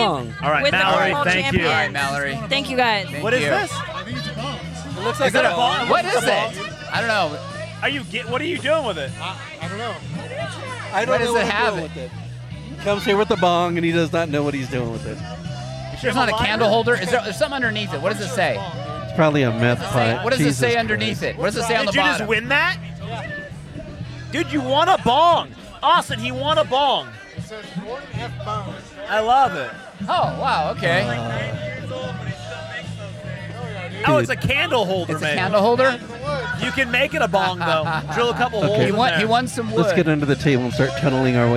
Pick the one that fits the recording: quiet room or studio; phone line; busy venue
busy venue